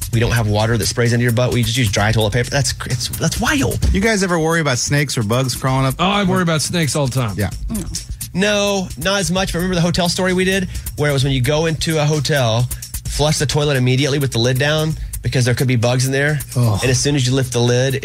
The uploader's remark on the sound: called into the show